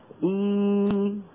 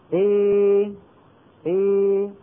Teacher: يعني ما هي ألف صافية، وإنما صوتها نحي به نحو صوت الياء · Shown in: second take · Term: الألف الممالة